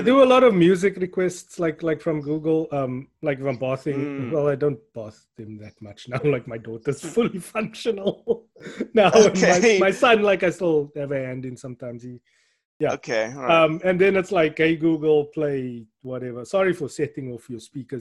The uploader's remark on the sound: Zoomcast. Recorded via Zoom.